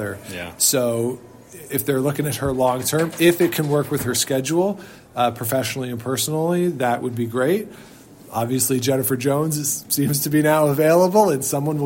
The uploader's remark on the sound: We join you nearly live from the Ottawa Curling Club.